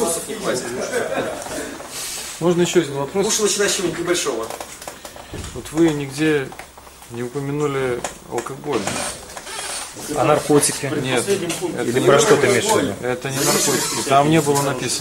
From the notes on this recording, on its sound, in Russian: Запись лекции